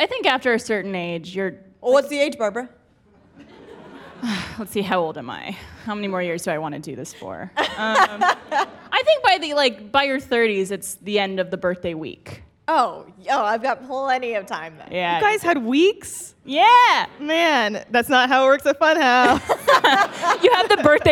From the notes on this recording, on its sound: A special episode recorded in front of a studio audience!